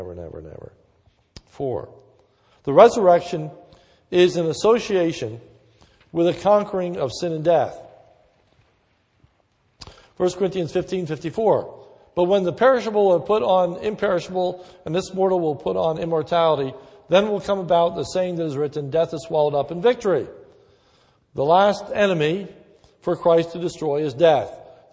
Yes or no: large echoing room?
yes